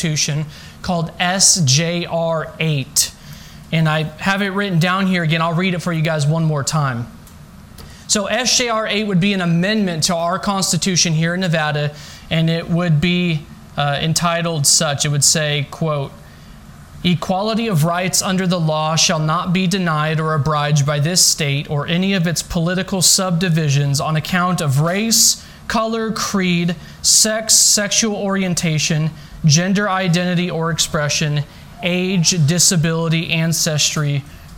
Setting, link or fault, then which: setting, large echoing room